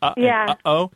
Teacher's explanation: they have what's called a glottal stop in them